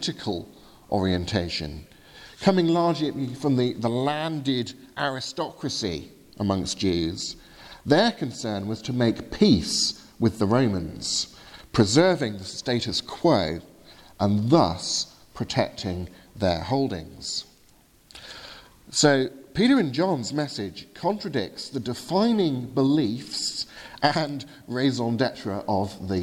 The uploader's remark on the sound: Sermon from the 8am communion service at Highfield Church Southampton, 4th February 2018.